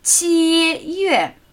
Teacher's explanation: Der erste Ton und der fallende vierte